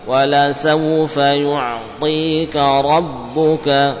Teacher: jadi yu'tika dengan mempertahankan suara ain yu' ya, kemudian pindah ke ta ti dengan tebal menyempurnakan kasrah